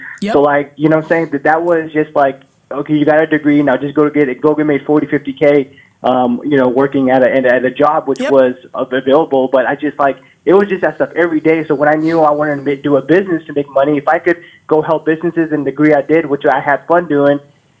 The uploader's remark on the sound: it's a phone call